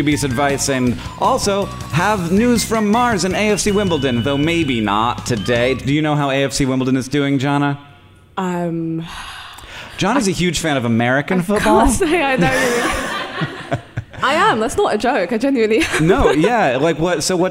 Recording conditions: live audience